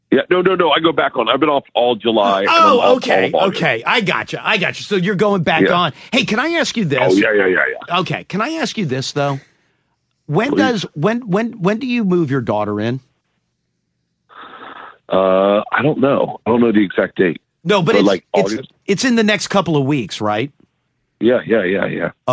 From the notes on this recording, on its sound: Makes a surprise call in to the show! On The Phone!